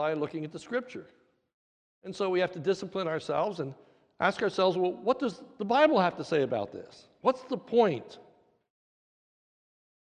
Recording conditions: large echoing room